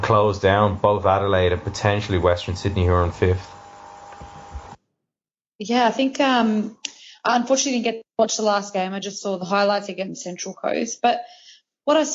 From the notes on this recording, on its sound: jump on the skype